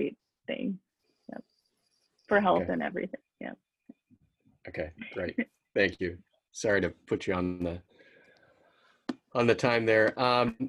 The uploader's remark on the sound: Webinar was recorded on April 30, 2020.